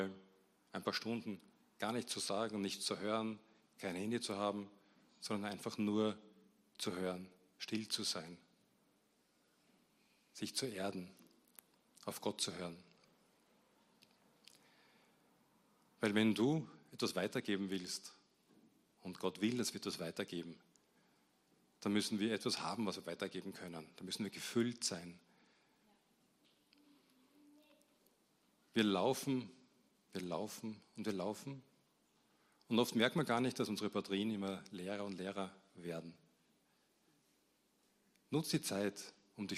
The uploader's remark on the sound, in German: Gottesdienst live aus der LIFE Church Wien.